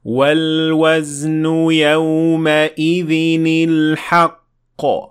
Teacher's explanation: The تنوين at the end of يومئذ received a كسرة at the end of it to prevent two consonants to follow one another.